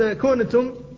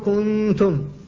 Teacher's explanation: كنتم، فأنت لم تنطق بالنون، لم تحققها في المخرج، فإذا قلت كنتم فقد لحنت، فتبقى منها الغنة فتقول كنتم، فالنون في الواقع ما خرجت من مخرجها، وإنما خرجت الغنة فقط · Shown in: second take · فهذا الإخفاء. · Term: النون المخفاة